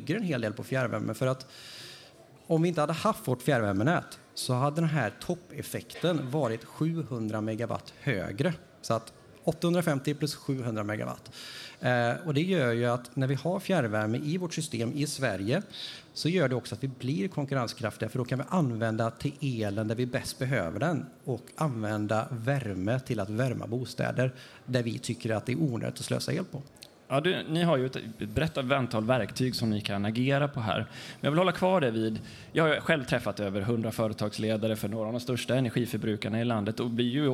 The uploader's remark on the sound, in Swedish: EnergiStrategiPodden live på Frihamnsdagarna. Sände vi Energistrategipoddens första live-podd under Frihamnsdagarna i Göteborg.